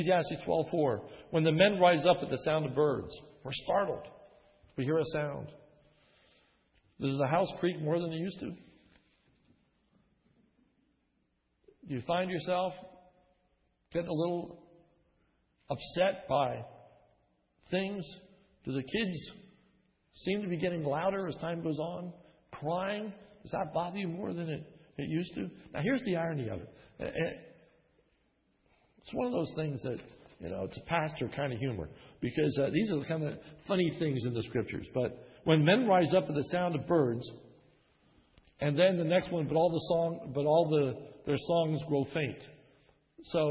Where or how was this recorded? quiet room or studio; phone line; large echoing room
large echoing room